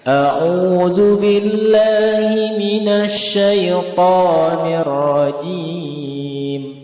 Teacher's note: To-nya naik, jimnya turun.